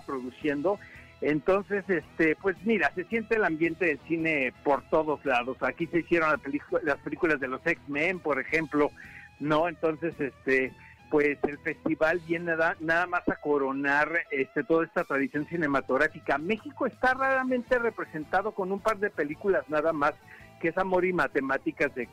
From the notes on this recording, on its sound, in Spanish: Se enlaza con nosotros.